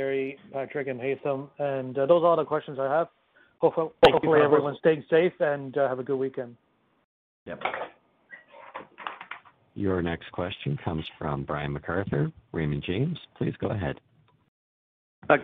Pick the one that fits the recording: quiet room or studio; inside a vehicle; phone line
phone line